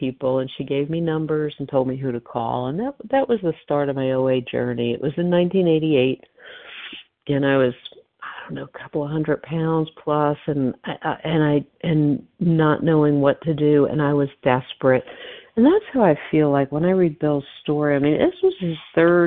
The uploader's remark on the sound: 100 Pounders Phone Meeting